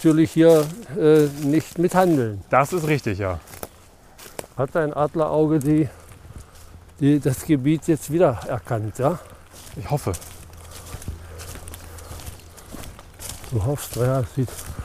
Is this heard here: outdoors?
yes